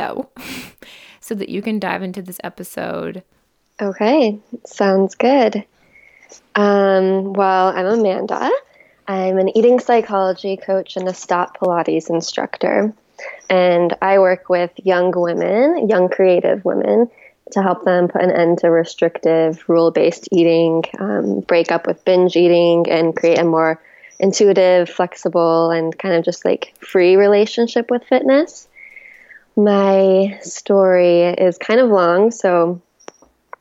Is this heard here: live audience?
no